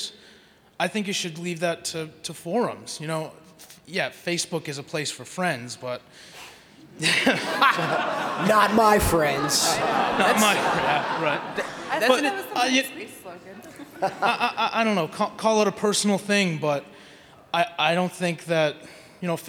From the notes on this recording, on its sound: Pax East Panel. They're given free reign to question a captive audience in a PAX panel?